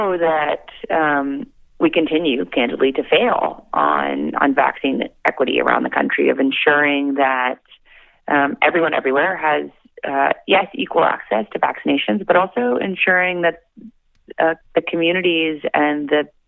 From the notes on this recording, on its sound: called in for a chat